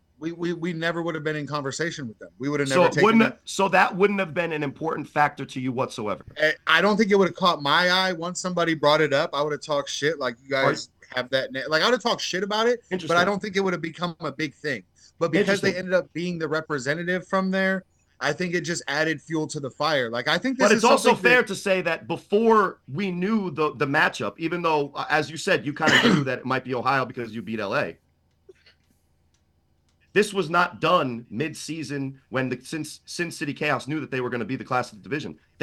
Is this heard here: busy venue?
no